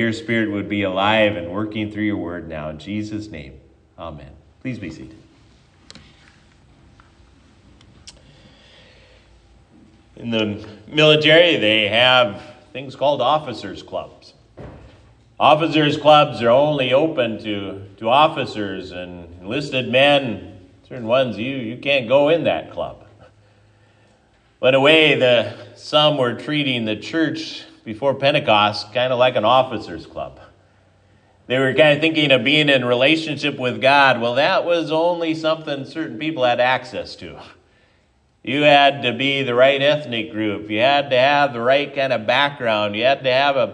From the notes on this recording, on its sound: Given at Triumph Lutheran Church, Ferndale, Washington.